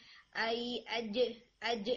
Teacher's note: آپ کا جیم زیادہ بیک سے آلموسٹ یا کے مخرج سے آ رہا ہے